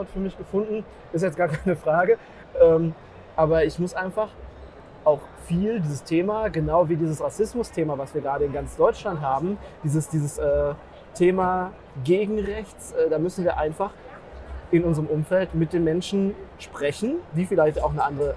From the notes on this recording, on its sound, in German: Live auf der Intergastra. In der StartUp-Box vom DEHOGA Baden-Württemberg.